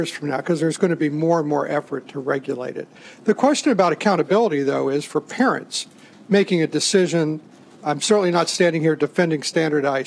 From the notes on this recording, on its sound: The audio here comes from that event.